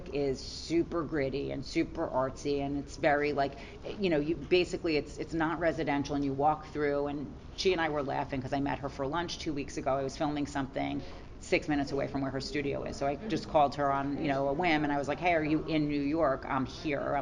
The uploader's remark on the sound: live from the debut of her recent collection of products with Karastan at Spring High Point Market